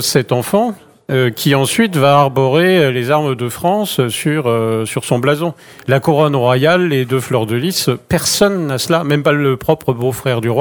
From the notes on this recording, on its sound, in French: Sur les radios de la FRAMA en direct du salon du livre dimanche 2 octobre 2022.